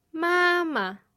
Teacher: The first syllable is a first tone, which is a high-level tone. The second syllable is that same word, but with no tone at all.